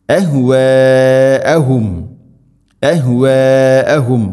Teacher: അഹ്വാഅഹും അഹ്വാഅഹും മദ് മുത്തസിൽ, മദ്ദിൻ്റെ അക്ഷരമായ അലിഫിന് ശേഷം ഹംസ, അതേ പദത്തിലാണുള്ളത്, നാലോ അഞ്ചോ ഹർക്കത്തിൻ്റെ ഖദറിൽ നിർബന്ധമായിട്ടും നീട്ടണം